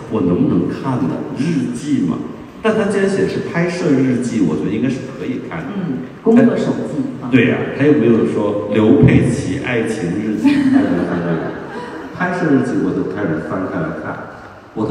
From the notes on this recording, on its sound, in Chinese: 这也是我们作为受邀媒体带回来的现场的声音。